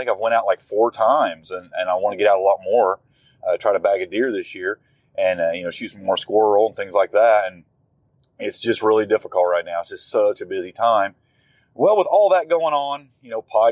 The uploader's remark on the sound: Just Chewin’ The Fat While Driving.